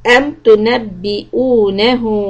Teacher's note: make the hamza sound clear and stretch the ha two حركات